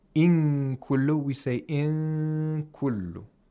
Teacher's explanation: approximating the place of articulation of kaf meaning inclining the articulator to the place of articulation of kaf · Term: ikhfa